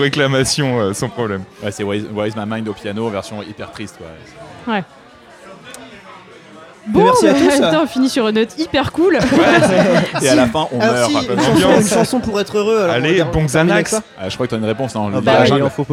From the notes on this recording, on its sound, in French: épisode enregistré au Petit Garage (Paris 11e)